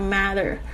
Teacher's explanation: people 的意思。People who matter 就是有关紧要的人，这个 matter 就是可以说是有关紧要。大家特别注意一下 matter，呃，也有人会念 matter，就是看你喜欢怎么样念。这个 T T 呢，这个它加上这个，它只要夹在两个元音之间，它有很容易会有浊化的现象，所以 matter 或者是 matter 你都要可以听得出来。但是那 TT 不是 D 的声音，不是我听听到有一些学生他们就会念成 mother，mother 不是是 mother，mother 它是介于 T 跟 D 之间的那个浊音，就是很轻很柔的声